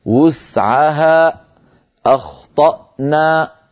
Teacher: الأمر الثاني هو ما نبهت عليه في الدرس منذ قليل، ختم صوت حروف المد عند الوقف عليها بهمزة